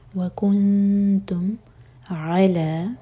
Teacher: دو syllable والا ورڈ عین پر زور دیں گے